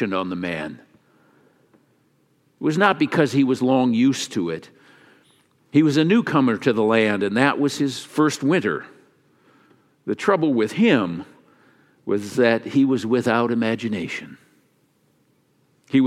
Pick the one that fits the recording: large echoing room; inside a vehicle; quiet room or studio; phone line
large echoing room